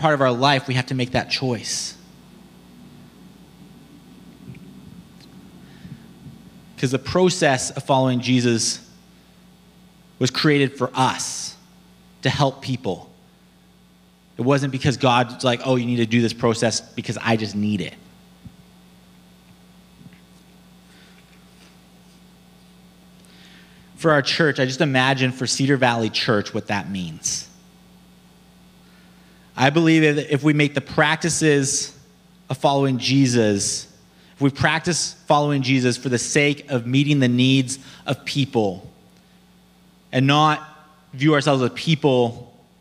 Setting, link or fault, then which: setting, large echoing room